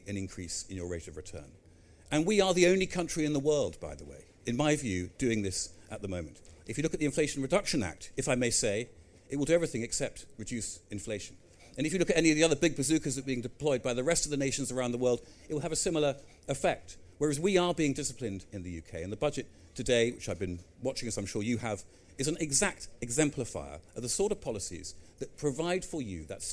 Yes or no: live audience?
yes